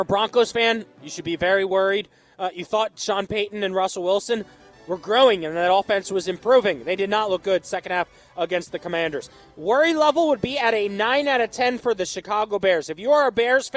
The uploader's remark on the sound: LIVE from The Diamond